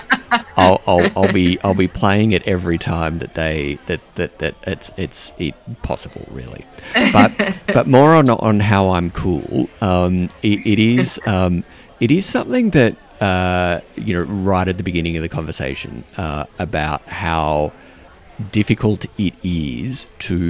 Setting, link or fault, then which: setting, busy venue